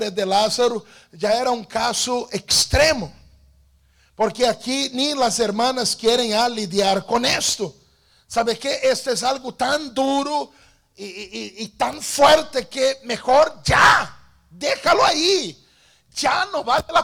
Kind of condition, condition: setting, large echoing room